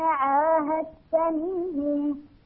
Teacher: إدغام الدال في التاء عاهدت منهم إدغام متجانسين صغير